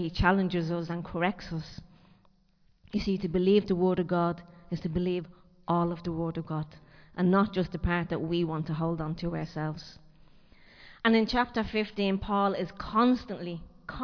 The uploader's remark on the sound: Recorded live in Liberty Church on 30 April 2023